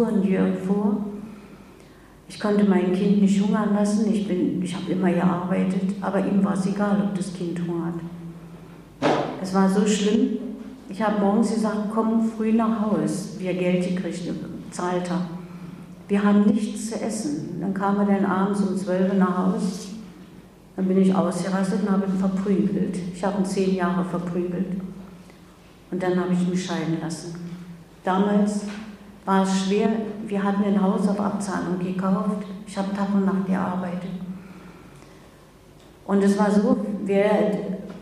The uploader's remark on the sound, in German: Der Mitschnitt stammt von ihrem Vortrag auf Einladung von Radio Dreyeckland in Freiburg.